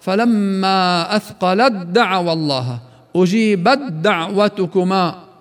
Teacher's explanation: وكذلك مثلها وعكسها بالترتيب، التاء مع الدال في قوله فلما أثقلت دعوى الله، التاء هون إجت قبل الدال، أجيبت دعوتكما، فتدغم التاء مع الدال لتصبح دالا متحركة مشددة · Term: المتجانسان